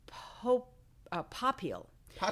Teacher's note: There's a branch that pronounces their name Popiel with the emphasis on the first syllable. So I always make sure when I'm in Europe, especially if I'm going to be announced to a lot of people, that it's Popiel, that it's stressed on the second syllable, and that it's Lisa, not Lisa.